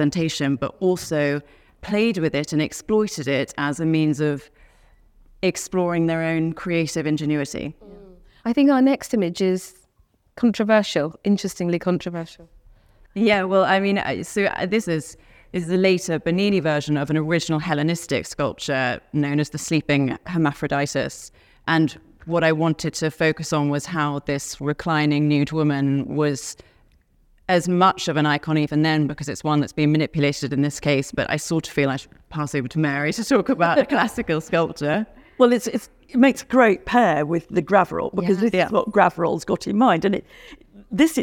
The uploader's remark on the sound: originally recorded as a live event at Sotheby’s in London